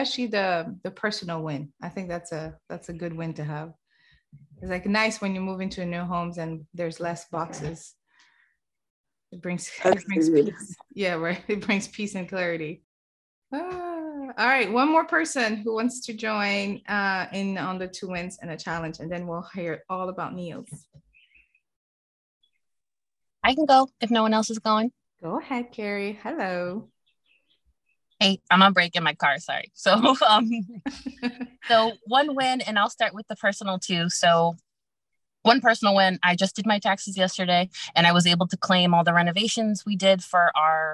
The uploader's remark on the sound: Live From the Community Call